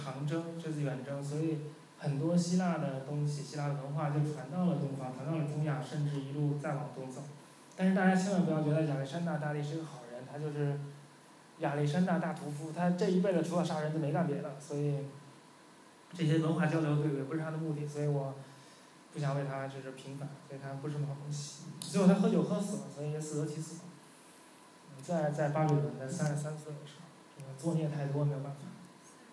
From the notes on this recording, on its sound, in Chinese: 10月11日大象沙龙第二期的录音